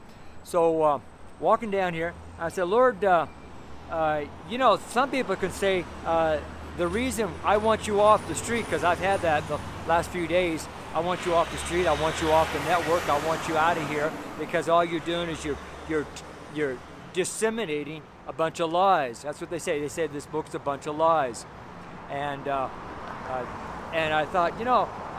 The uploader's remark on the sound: The street sermon preached on the street here in Boulder, Colorado. It's the audio only, the video is on the network channel.